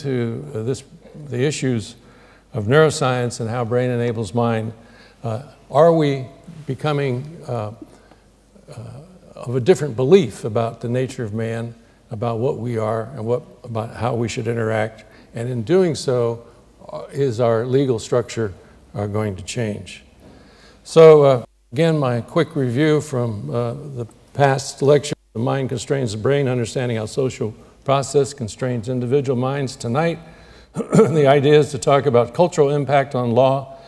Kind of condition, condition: setting, large echoing room